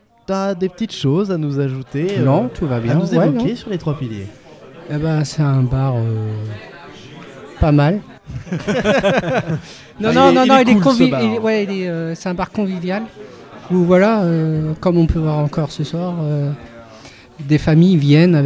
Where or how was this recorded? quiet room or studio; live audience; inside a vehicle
live audience